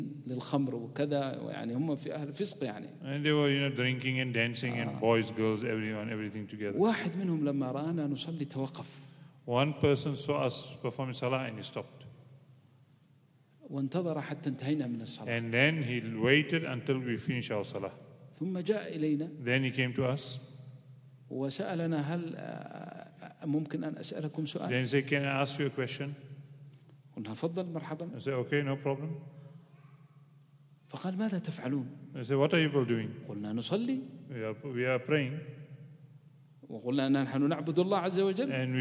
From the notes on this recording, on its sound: Programme at the Houghton Masjid (West Street)